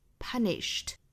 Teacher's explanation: Da da da da da da da da da da da da.后面我们来看 punish 这个单词，它加了 ed 之后，尾部的这个音应该是读成清辅音的 t 的发音